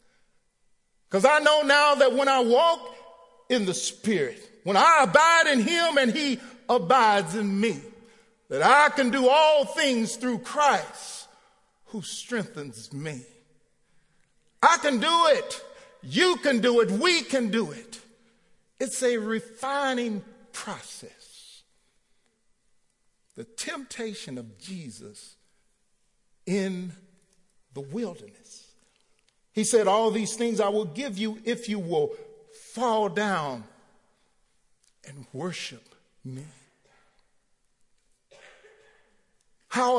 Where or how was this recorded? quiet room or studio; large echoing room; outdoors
large echoing room